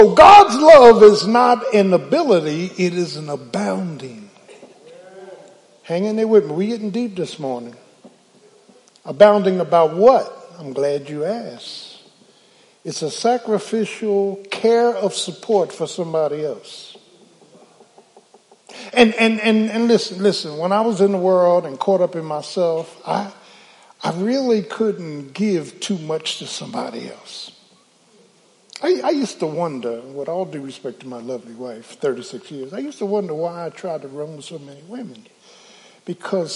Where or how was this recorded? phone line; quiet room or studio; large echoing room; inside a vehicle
large echoing room